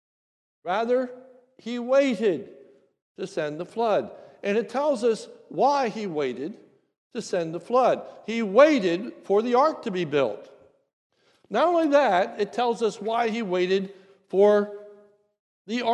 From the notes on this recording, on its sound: This is a sermon recorded at the Lebanon Bible Fellowship Church in Lebanon, PA during the morning service on 11/5/2023